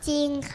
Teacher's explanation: ียงแค่1ตัวก็คือตัวรอเรือเท่านั้นนะคะเราจะมีวิธีการอ่าน2แบบในคำควบไม่แท้นะคะก็คืออ่านออกเสียงเฉพาะพยัญชนะต้นตัวหน้าหรือว่าตัวแรกนะคะและแบบที่2ก็คือเปลี่ยนไปเป็นเสียงพยัญชนะตัวอื่นเลยนะคะซึ่งวันนี้เราจะเรียนการออกเสียงเฉพาะพยัญชนะต้นตัวหน้าเพียงแค่ตัวเดียวนะคะเด็กๆนี่เลยมีตัวอะไรบ้างตัวแรกค่ะจรจรสรสรสรถ้าเด็กๆเจอคำศัพท์นะคะที่มี4ตัวนี้เป็นพยัญชนะต้นนะคะมีตัวรอเรือเป็นตัวควบนะคะ เราจะไม่ออกเสียงรอเรือเราจะไม่รัวริ้นแต่เราจะออกเสียงเพียงแค่พยัญชนะต้นตัวแรกเพียงแค่ตัวเดียว